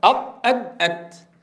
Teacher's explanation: صفة مشتركة، كلها شديدة. لماذا؟ المخرج مغلق